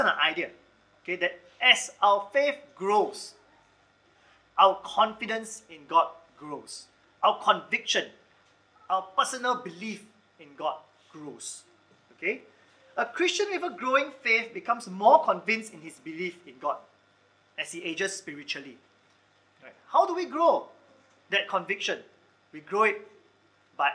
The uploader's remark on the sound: Recorded Live/Sermon